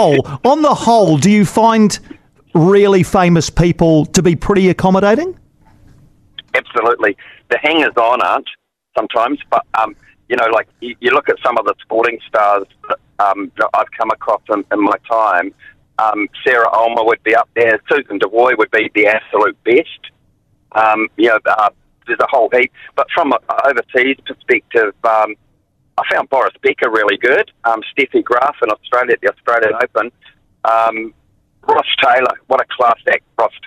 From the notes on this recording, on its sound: Listeners called in to share their memories of …. He phoned.